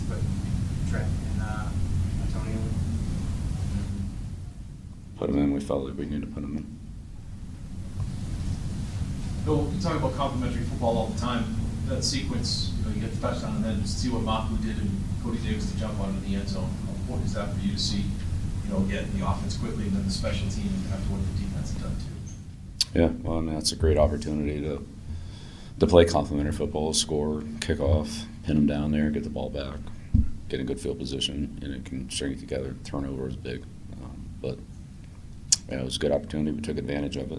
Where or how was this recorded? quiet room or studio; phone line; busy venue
busy venue